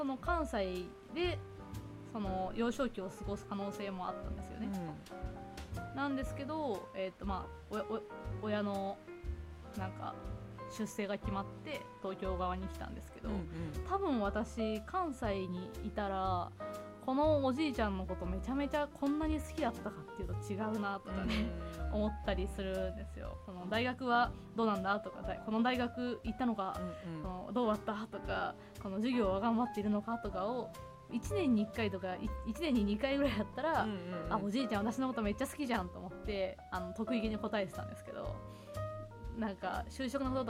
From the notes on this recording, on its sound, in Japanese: 今回、編集の関係上音声が少し小さくなっております。